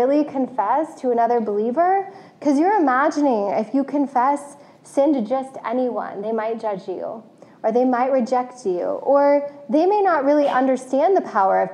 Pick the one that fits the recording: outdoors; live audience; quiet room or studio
live audience